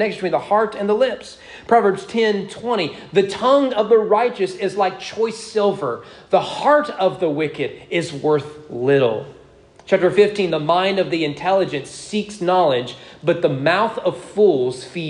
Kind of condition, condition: setting, large echoing room